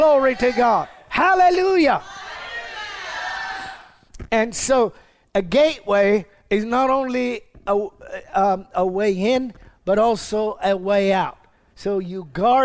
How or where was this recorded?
large echoing room